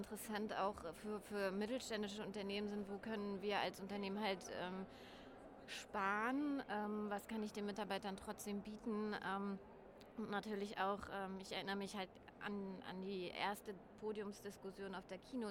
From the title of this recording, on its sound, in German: Live von der ZP Nord 2023